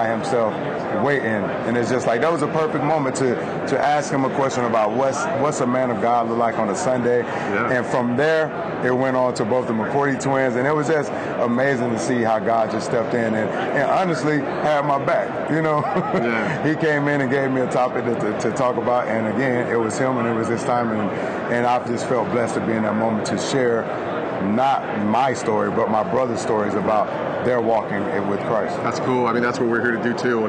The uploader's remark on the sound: Live from Super Bowl LIII in Atlanta